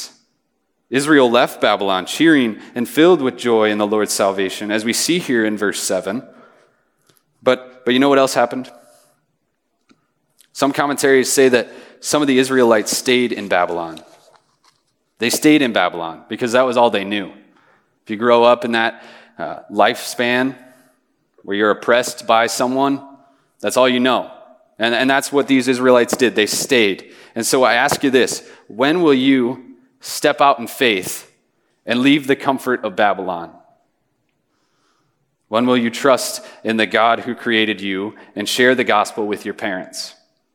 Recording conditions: live audience